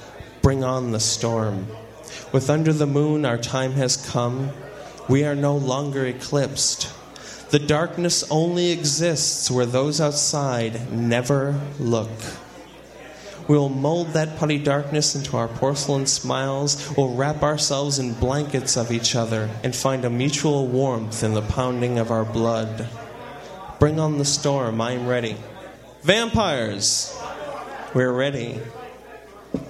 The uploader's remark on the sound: live at the Inferno, Madison, Wisconsin, March 2000